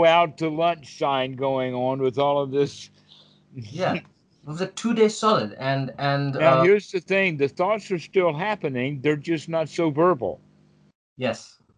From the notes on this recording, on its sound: skype calls